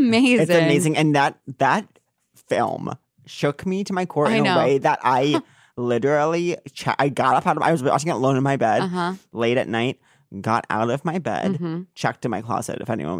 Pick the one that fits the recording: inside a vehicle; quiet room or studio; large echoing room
quiet room or studio